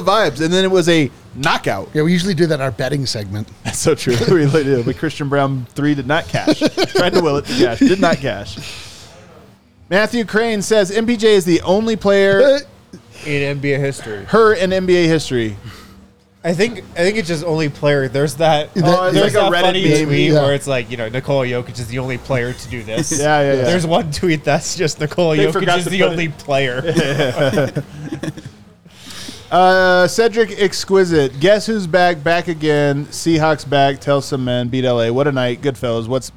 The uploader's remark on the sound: Come to you LIVE from the DNVR Bar.